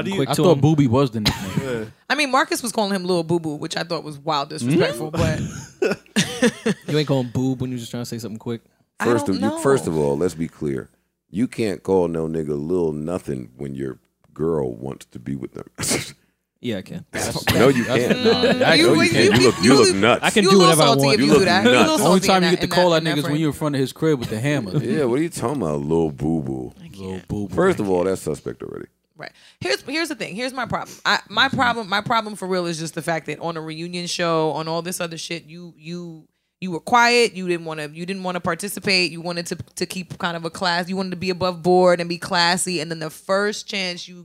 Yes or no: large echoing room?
no